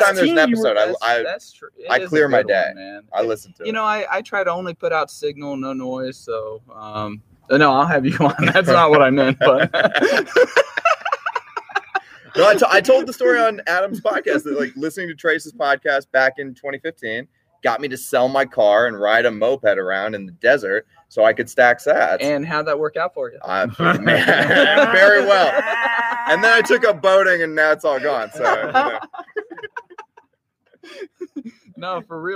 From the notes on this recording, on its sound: LIVE from Unconfiscatable! Recorded in Las Vegas, NV!